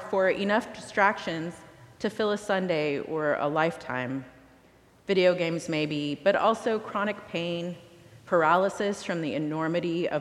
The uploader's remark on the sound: recorded live at the 10:00am service